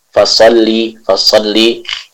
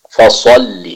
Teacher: Huruf Sad harus dibaca dengan tebal. · Shown in: second take · Ya, jadi bukan Fasalli, Fasalli, tapi Fasalli.